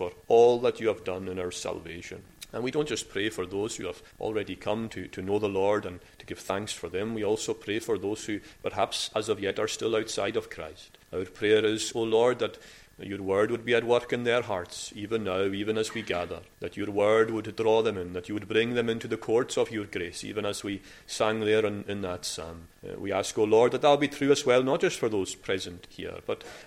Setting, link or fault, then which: setting, large echoing room